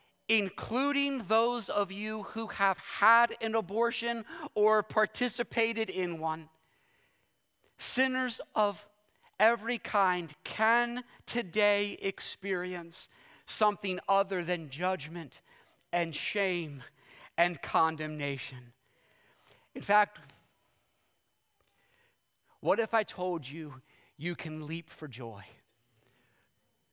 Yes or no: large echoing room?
yes